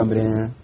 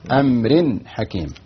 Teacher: لا يوجد فيها يعني تقف على الغنة، يعني إظهار مباشرة، تظهر النون التنوين كاملا · Shown in: second take